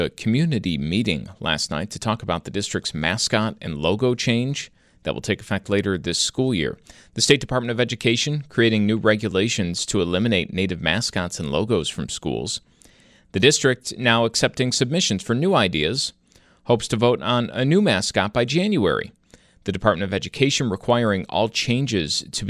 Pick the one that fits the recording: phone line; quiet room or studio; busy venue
quiet room or studio